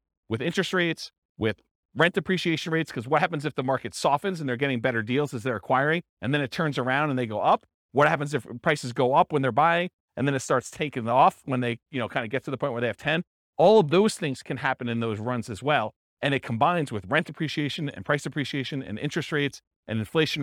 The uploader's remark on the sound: This was a live class recorded